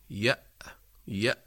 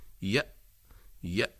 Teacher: نجد أن الوتران الصوتيان ينقفلان تماما، فلا يبقى مجال لمرور ذرة من الصوت، يأ، يأ، انغلاق يعني لمجرى الصوت. · Term: الهمزة